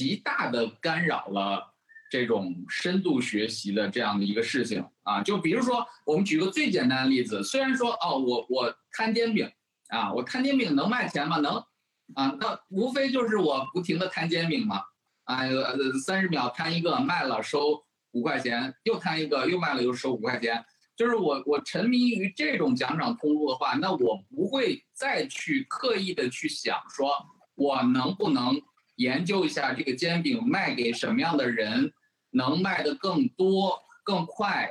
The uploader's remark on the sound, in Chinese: 进行了北京、天津、海南三地连线，采用网络录制，请大家原谅我们本期的音质。